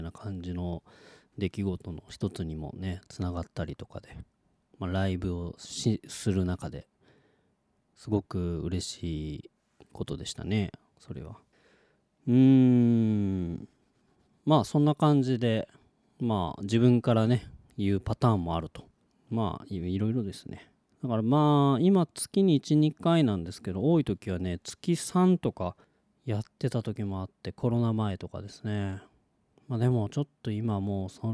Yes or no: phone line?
no